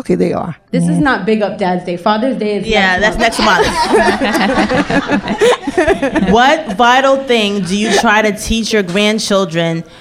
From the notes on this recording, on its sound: A LIVE broadcast via their Pre Mother’s Day Brunch along with Nelli’s Kitchen and VIBE Vixen at Embassy Lounge in Long Island City. Listen as the audience decides who wins in various "grandmas vs mothers" scenarios.